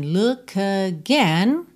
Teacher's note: No caso do K, eu já junto no A de again.